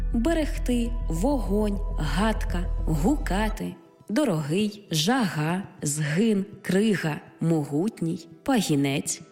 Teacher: Буква «Г» передає на письмі глотковий щілинний приголосний, як в українських словах «берегти», «вогонь», «гадка», «гукати», «дорогий», «жага», «згин», «крига», «могутній», «пагінець», так і в загальних і власних назвах іншомовного походження на місці «H» та «G».